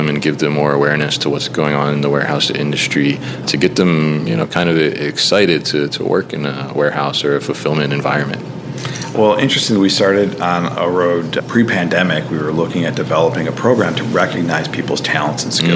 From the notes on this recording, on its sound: recorded at the Warehousing Education and Research Council (WERC) Conference 2023